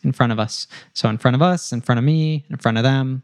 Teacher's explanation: So of would reduce to a schwa, and sometimes it keeps the v, but we can also drop the v. He did keep it here.